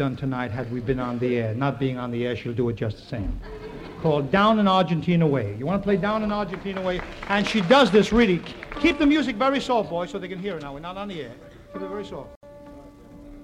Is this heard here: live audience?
yes